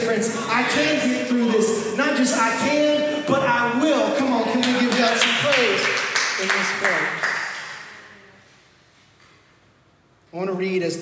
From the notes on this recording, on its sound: This message was recorded live at our first pop up service.